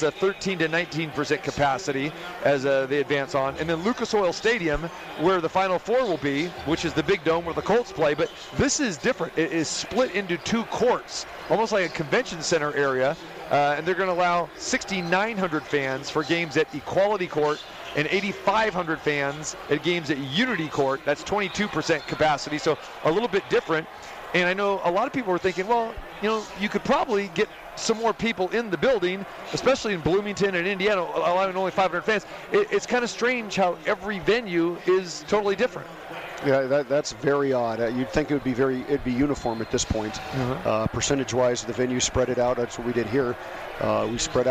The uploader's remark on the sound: Live from the Chelsea Theatre in the Cosmopolitan of Las Veags